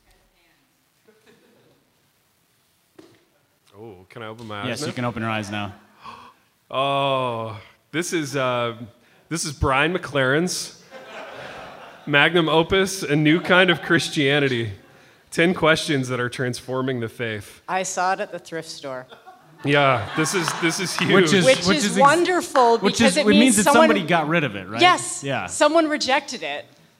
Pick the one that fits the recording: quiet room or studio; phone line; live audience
live audience